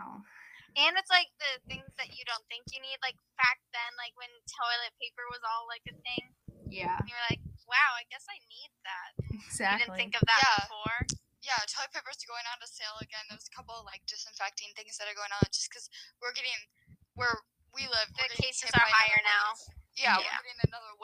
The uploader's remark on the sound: My mic is cutting out periodically so sorry for any bad audio.